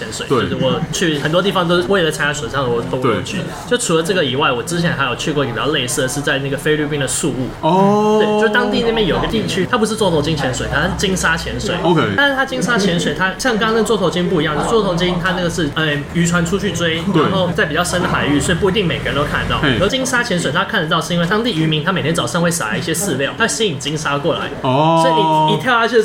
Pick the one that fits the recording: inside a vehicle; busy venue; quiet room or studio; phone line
busy venue